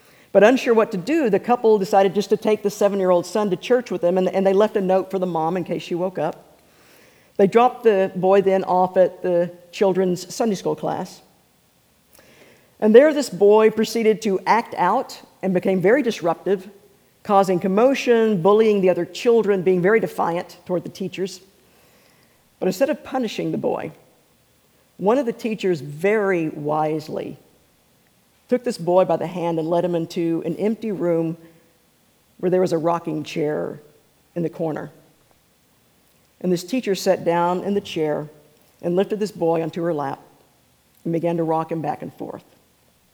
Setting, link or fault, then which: setting, large echoing room